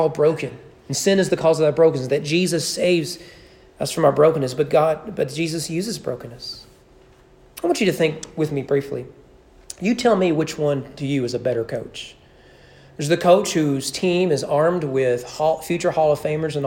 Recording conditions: large echoing room